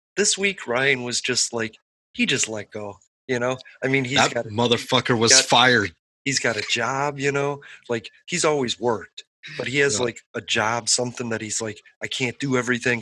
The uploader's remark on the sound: I dragged the zoom file into my software. It ran short by around 30 minutes. I used my MP3 convertor which removes the video and render the audio.